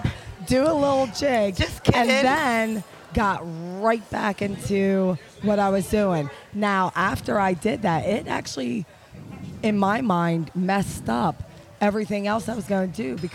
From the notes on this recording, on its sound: It's Tuesday LIVE from Hedo on the main stage, for the Strip Tease Competition.